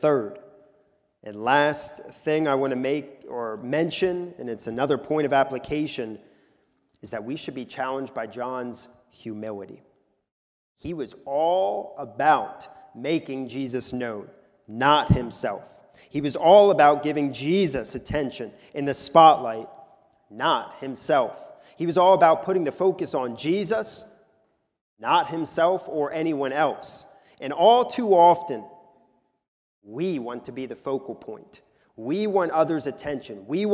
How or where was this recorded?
large echoing room